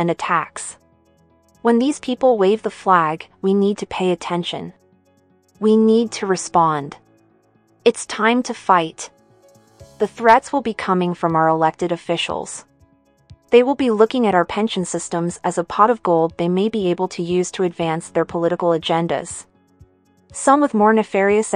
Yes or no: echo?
no